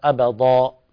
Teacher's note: كلمة أبدا قد فخمت الدال فتحولت إلى ضاد